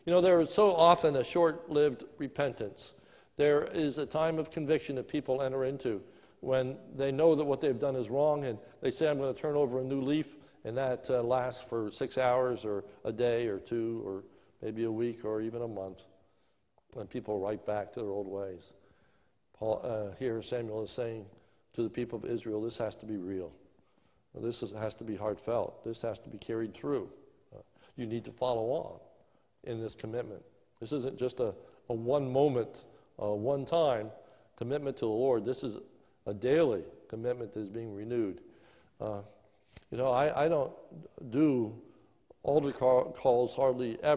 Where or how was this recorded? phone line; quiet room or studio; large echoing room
large echoing room